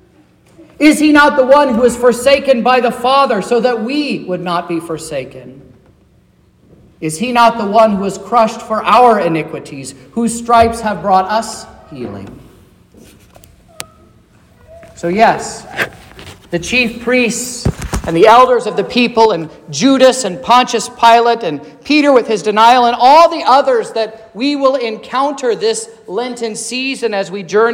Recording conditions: large echoing room